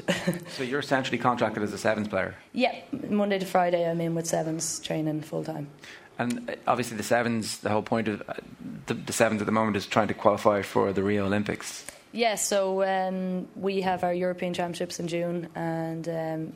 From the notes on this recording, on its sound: live in Drogheda